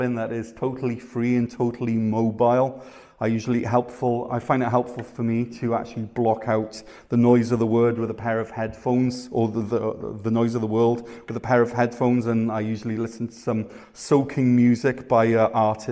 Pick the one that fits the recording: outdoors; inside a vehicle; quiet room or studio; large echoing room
large echoing room